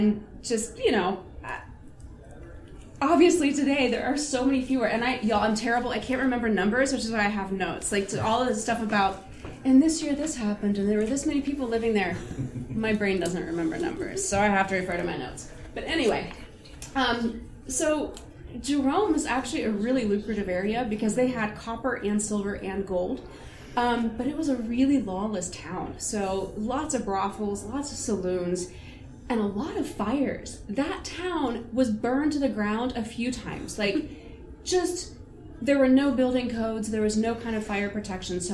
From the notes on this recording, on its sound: Recorded live March 10, 2023 at Wild Wild West Con. Salon.